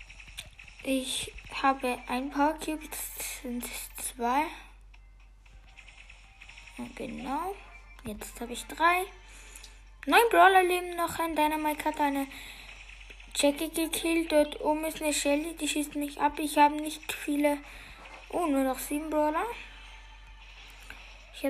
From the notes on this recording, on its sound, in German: Sorry für die schlechte Audio Qualität